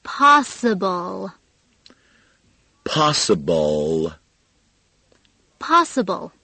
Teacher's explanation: 在单词的最后是以 L 舌尖舔住上齿龈，这样一个特别难发的音结束的 L